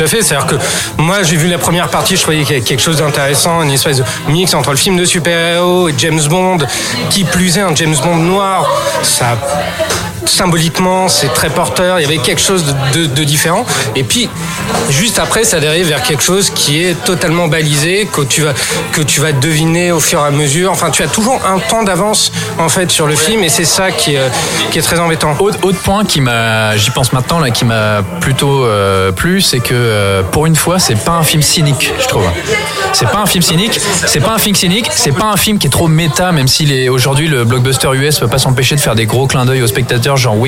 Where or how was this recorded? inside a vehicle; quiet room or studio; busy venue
busy venue